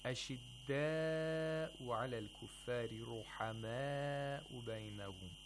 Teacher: So you have to lengthen these two matul muttasils to either four or five vowel counts.